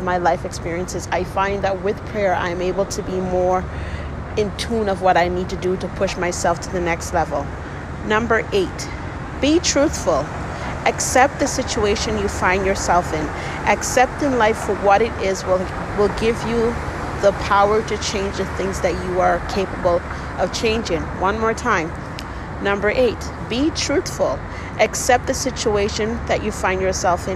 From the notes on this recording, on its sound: I made this episode while on my break at work. Please don’t get distracted with the noise in the background. I work at the airport.